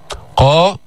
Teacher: قا مفخمة بأعلى مراتب التفخيم